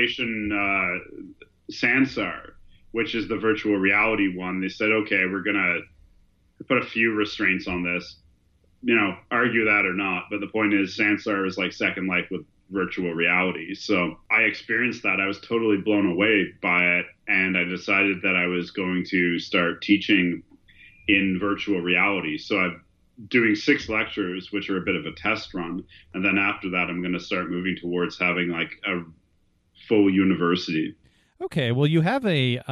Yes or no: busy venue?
no